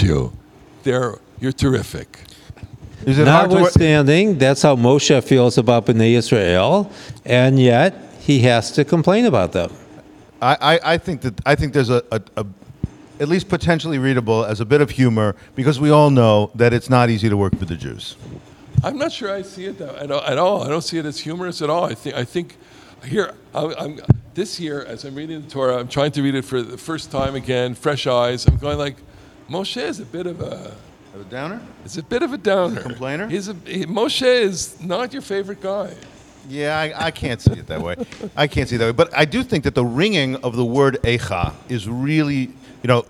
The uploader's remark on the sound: Recorfded live in the Bamat at Ramah Berkshires - where Parsha Talk was born!